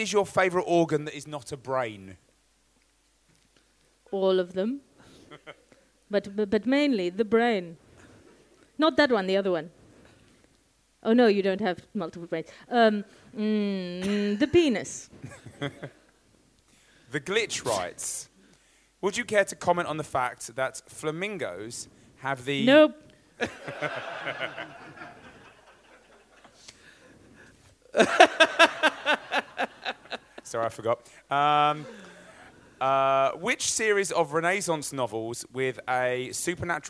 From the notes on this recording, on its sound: Live from Edinburgh Fringe! Recorded in front of an audience at the Edinburgh Fringe Festival.